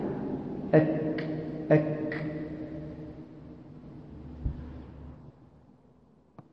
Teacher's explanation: فالكاف تخرج بين أقصى اللسان ووسطه